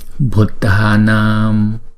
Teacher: Bởi vì chữ A chúng ta phải kéo dài trước rồi chúng ta mới đóng chữ A lại.